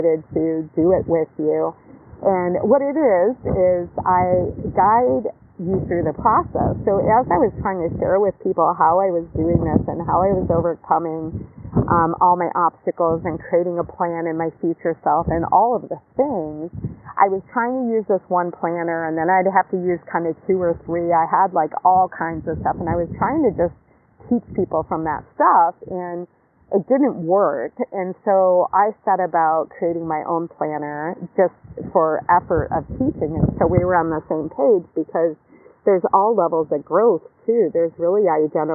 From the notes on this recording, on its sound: Live from the beach, post yoga.